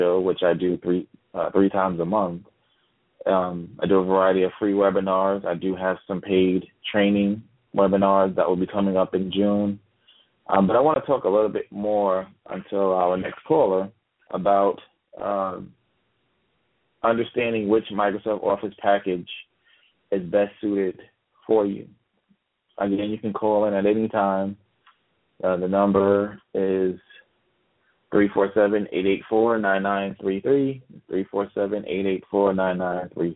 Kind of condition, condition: link, phone line